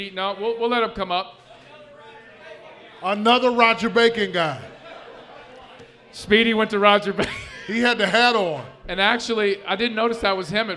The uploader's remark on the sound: LIVE at Mio’s